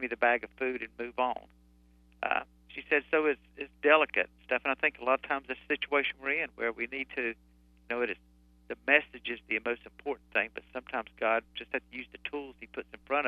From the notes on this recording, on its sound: via telephone